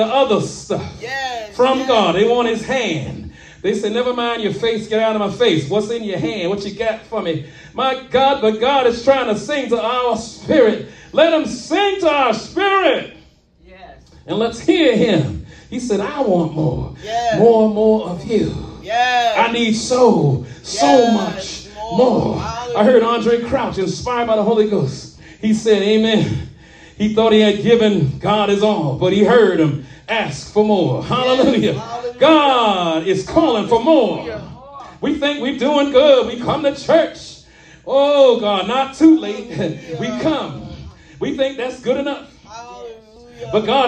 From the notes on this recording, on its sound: shared this message live at RACC